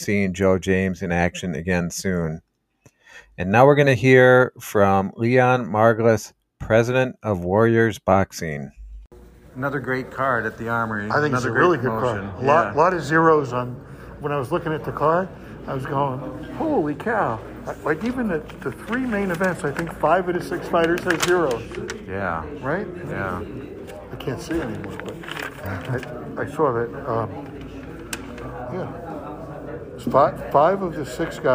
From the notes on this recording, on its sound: At a Friday morning press conference in Minneapolis. Press Conference and Interviews. This special edition of the podcast offers highlights from the presser and one-on-one interviews.